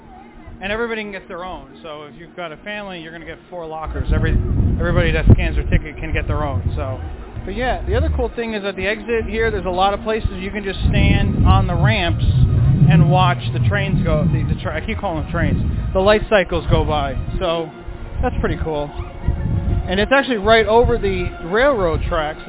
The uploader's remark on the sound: live from the Magic Kingdom